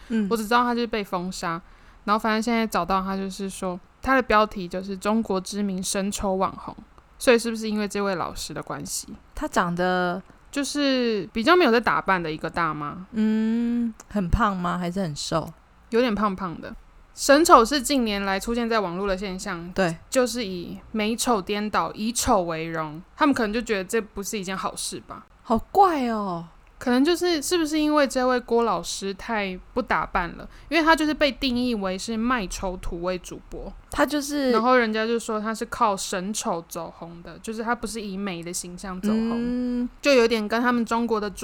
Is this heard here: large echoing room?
no